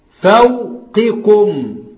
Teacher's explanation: قاف والكاف مخرجهم متقارب، اثنين من أقصى اللسان، اثنين من عضو واحد وفوق بعض على طول، والقاف تحتها كسرة والكاف عليها ضمة، فده متقاربين في الصفة والمخرج كبير. · Term: متقاربان